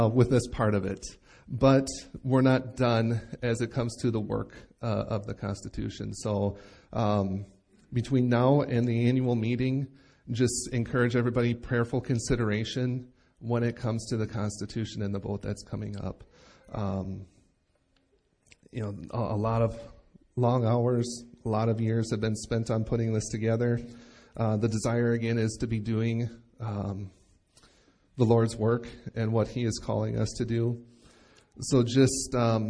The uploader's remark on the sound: Recorded live at Bethany Bible Church